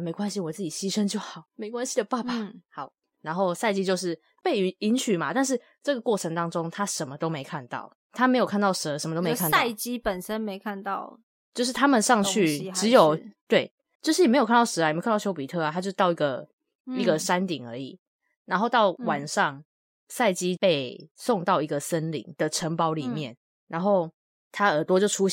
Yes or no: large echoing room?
no